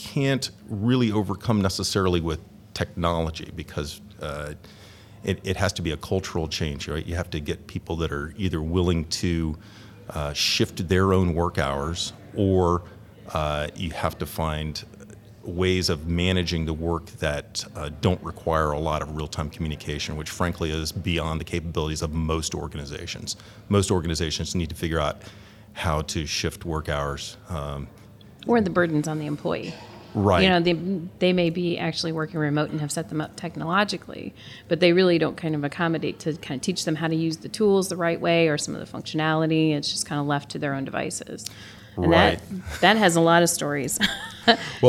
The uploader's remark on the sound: Live From Agile Midwest